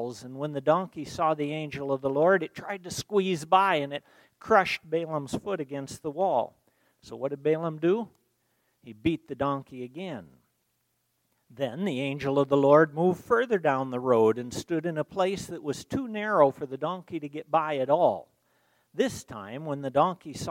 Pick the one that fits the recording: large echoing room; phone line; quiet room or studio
large echoing room